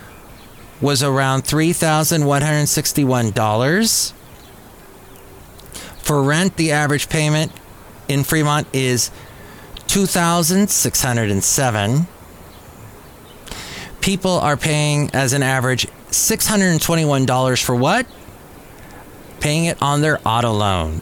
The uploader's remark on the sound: podcasts live from Café Anyway